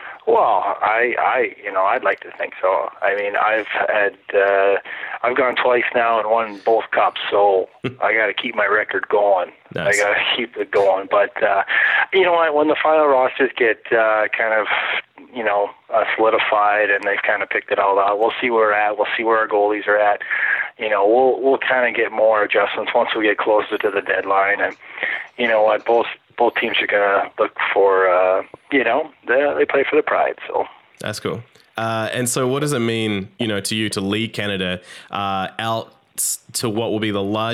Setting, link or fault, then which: link, phone line